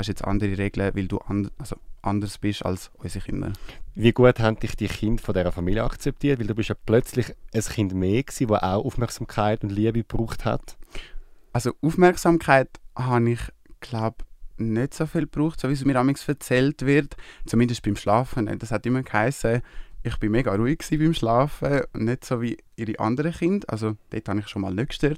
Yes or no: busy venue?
no